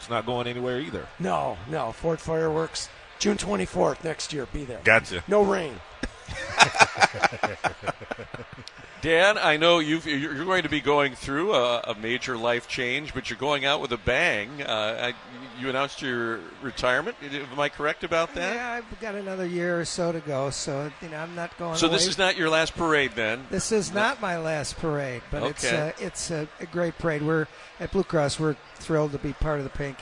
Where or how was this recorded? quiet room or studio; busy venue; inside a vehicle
busy venue